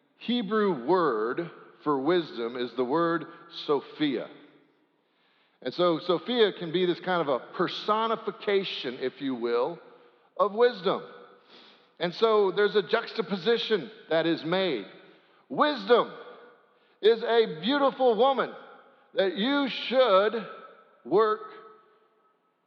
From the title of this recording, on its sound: Sanctuary Service